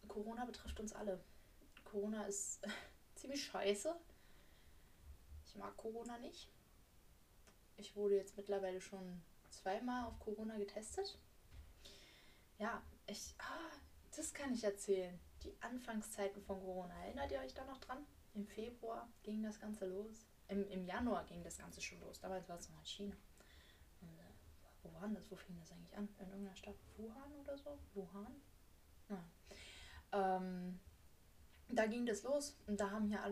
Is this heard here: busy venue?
no